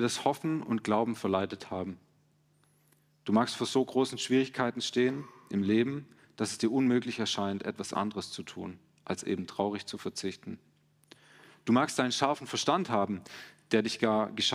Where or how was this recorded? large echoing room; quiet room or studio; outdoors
large echoing room